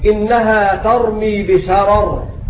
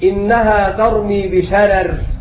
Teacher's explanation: يرققون الراء الثانية لأنها مكسورة ويفخمون الراء الأولى · Shown in: first take · فإذا وقفوا يقفون بالتفخيم إنها ترمي بشرر، ولكن ورشا يقف هكذا إنها ترمي بشرر.